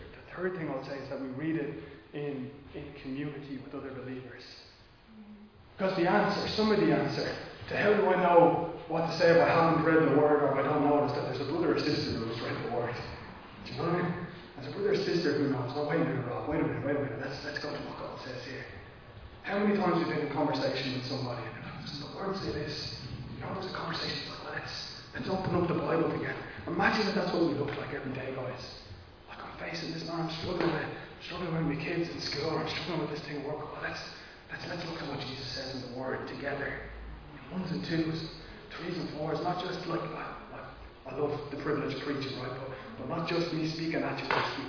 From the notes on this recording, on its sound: Recorded live in Liberty Church on 5 December 2021